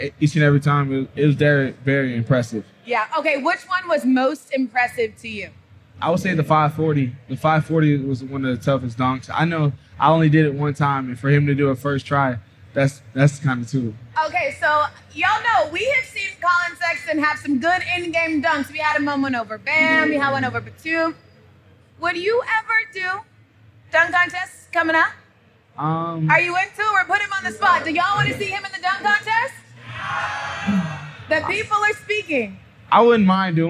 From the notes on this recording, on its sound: Live at NBA All-Star in Utah